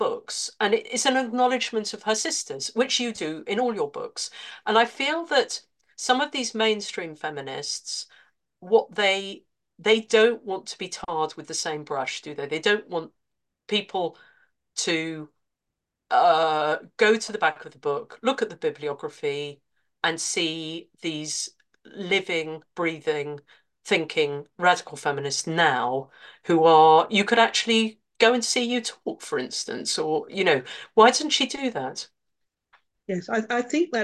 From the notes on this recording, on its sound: A live webinar on Sunday 14th Jan at 10am UK time.